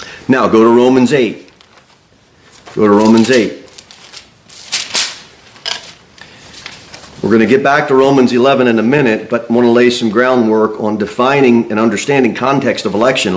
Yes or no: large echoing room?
yes